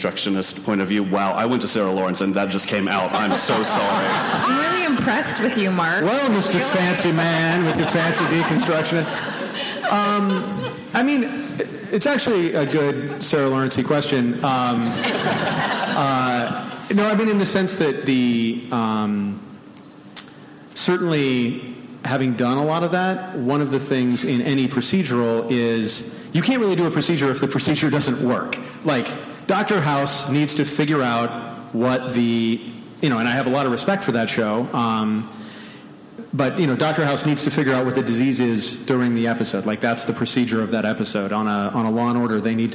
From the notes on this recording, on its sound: BONUS EPISODE from ATX Television Festival. Following an advance screening of the Complications premiere. Recorded at ATX opening night, June 4, 2015.